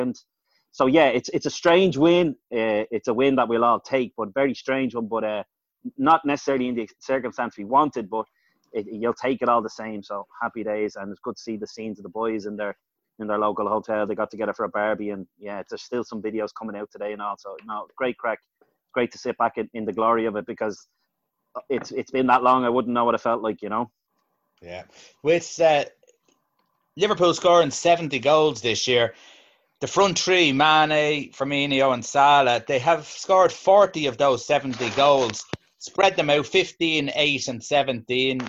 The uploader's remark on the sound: Zoom Show